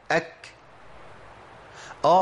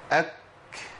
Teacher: لازم الهمس يكون في مخرج الكاف، لازم في المخرج بتاع الكاف يخرج الهمس · Shown in: first take